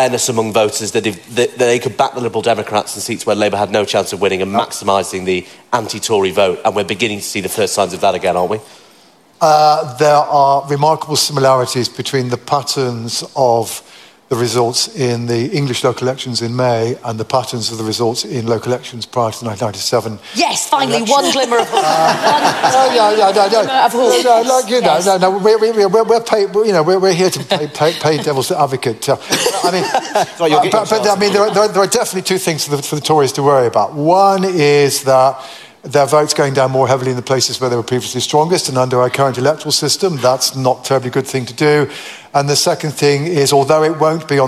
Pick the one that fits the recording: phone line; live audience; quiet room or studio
live audience